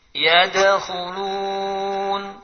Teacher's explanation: Kemudian kol-kolah, memantul ketika disukun. Nah, harus jelas kol-kolahnya bila disukun.